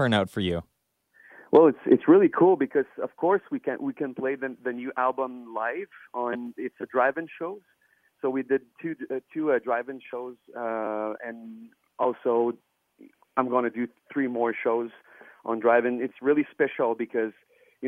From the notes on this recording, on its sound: over the phone